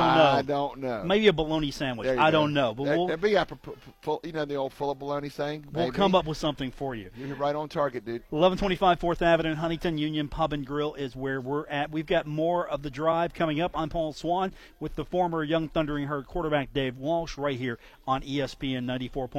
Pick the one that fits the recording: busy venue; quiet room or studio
busy venue